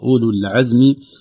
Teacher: نخلص الباء الرقيقة من حرفين مفخمين، الصاد قبلها وراء مفخمة بعدها